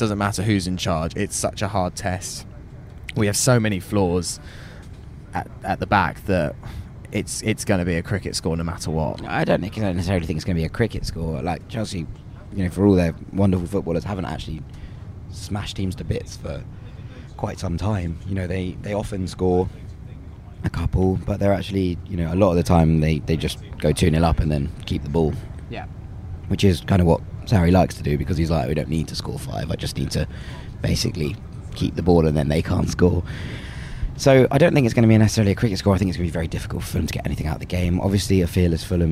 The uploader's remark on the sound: Recorded on the train back from the South Coast.